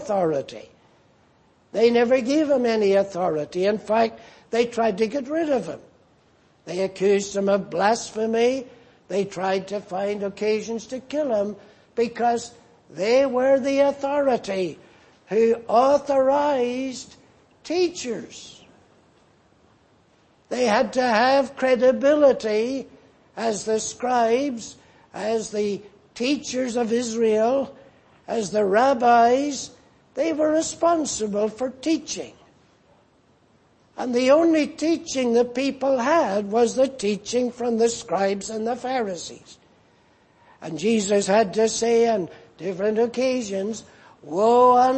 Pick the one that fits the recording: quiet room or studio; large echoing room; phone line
large echoing room